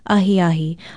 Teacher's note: pronounced Ahiahi, almost as if there was a Y in the middle of the word. · Term: glide